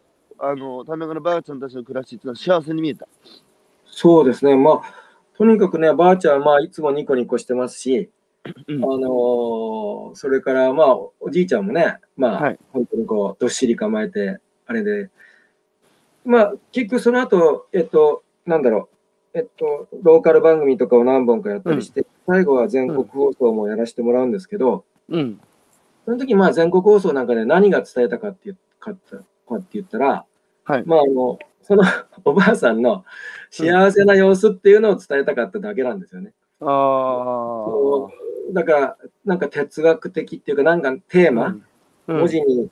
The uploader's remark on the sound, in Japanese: 歩きながら1時間、対談する